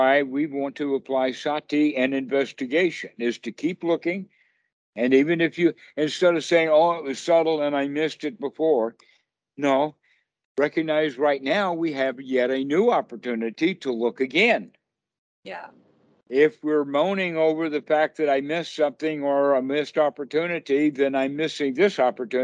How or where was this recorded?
video call